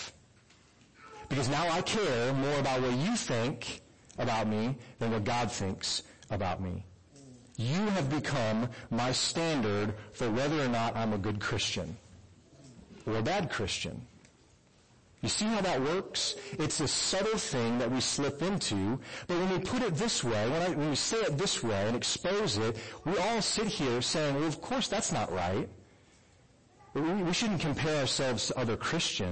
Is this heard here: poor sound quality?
yes